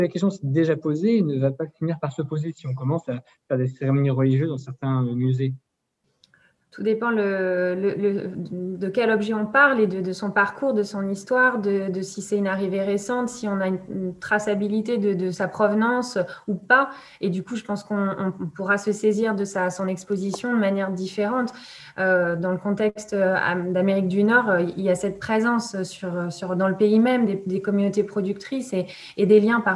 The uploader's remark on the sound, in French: Enregistré sur Zoom le 4 février 2021